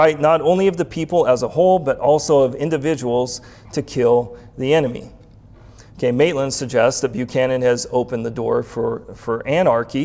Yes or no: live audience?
yes